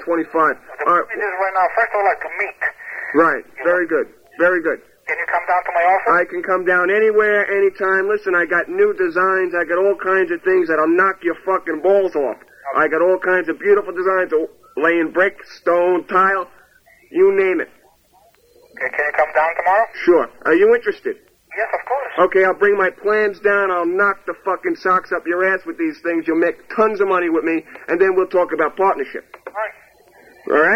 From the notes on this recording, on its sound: Prank Phone Calls